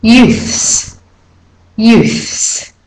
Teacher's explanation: For this word, Americans use the voiced TH, youths, youths. For the British, they use the unvoiced, youths, youths.